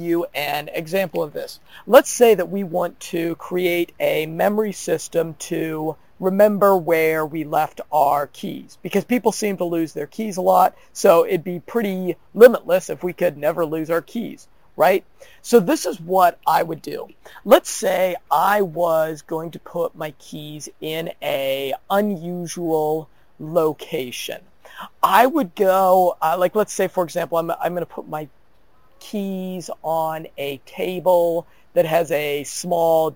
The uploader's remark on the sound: Sorry about the audio quality , I recorded this podcast (while being rained on). In a park at the border of Panama and France.